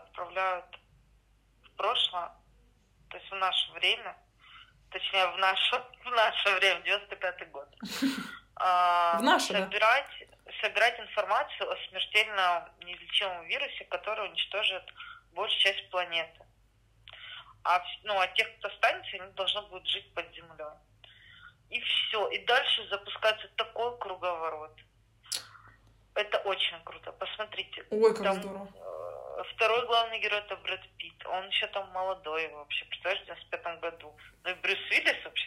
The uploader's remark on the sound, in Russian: Весь мир на удаленке, а мы не отстаем. Записываемся по телефону.